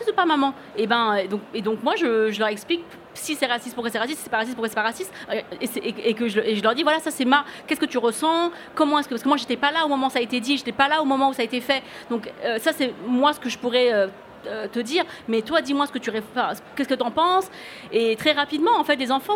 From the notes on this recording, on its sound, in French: C’est la retransmission d’un enregistrement réalisé en public lors du Printemps du Podcast, organisé par le Ground Control à Paris.